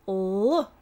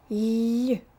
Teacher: The middle part of the tongue is low for a hard L, L, and high for a soft L, Y.